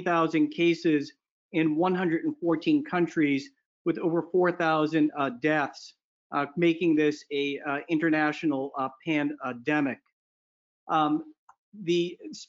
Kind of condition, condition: link, video call